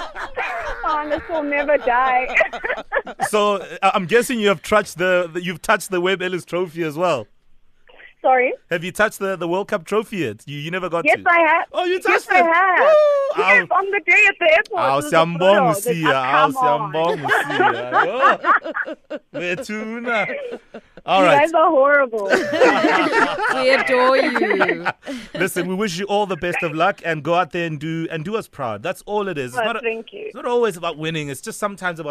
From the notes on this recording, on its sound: PHONE INTERVIEW.